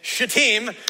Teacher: So y'all just make sure you put the emphasis on the second syllable